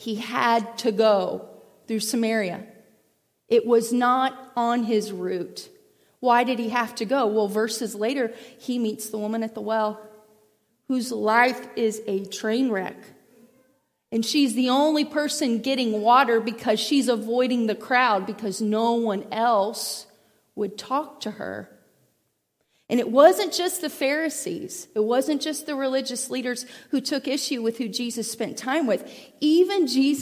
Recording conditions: large echoing room